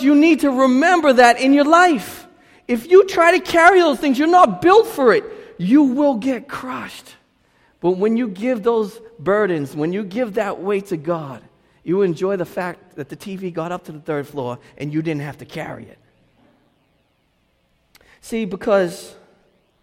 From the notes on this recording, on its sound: delivered this message at Restoration Road Church in Wakefield, Massachusetts